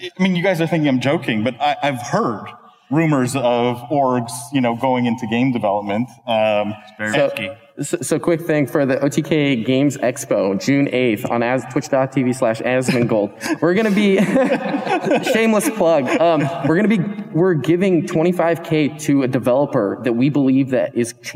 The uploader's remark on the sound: We come to you live from the PAX East 2022 conference in Boston, Massachusetts. Where we hosted the most stacked esports industry panel.